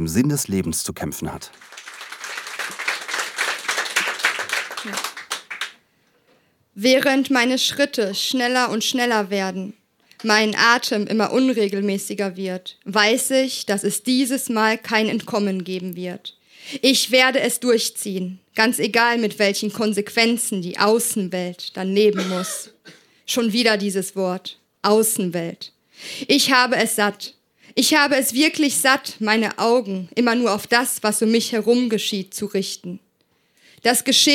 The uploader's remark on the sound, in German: Ausschnitte aus der Veranstaltung vom 09.03.2018 in der Hafenschänke Subrosa, Dortmund. Auswahl der Beiträge von der „texte von gestern“-Liveshow. Heißen Dank an das Subrosa, unser tolles Publikum.